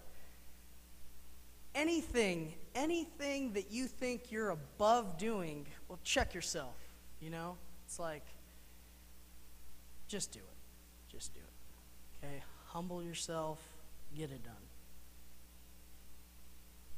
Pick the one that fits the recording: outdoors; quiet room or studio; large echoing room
large echoing room